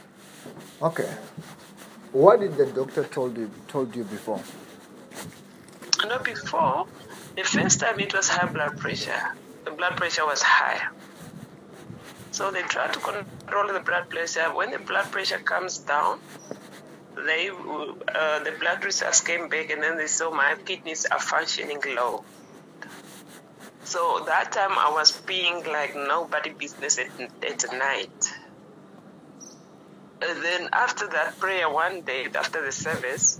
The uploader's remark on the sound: healing over the phone